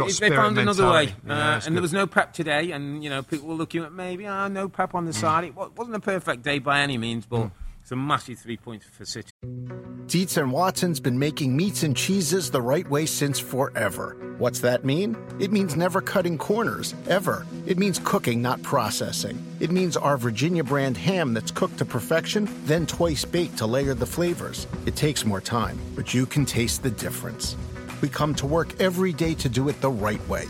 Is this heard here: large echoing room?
no